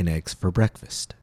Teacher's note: Notice how the words her, and for are reduced, pronounced with shorter vowels, a disappearing consonant, H, and also have lower pitches